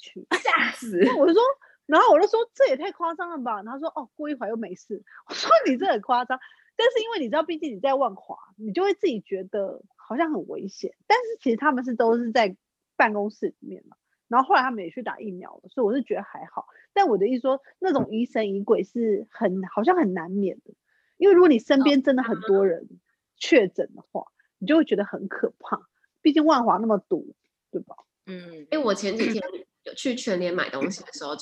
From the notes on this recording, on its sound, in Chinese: 久違的遠端錄音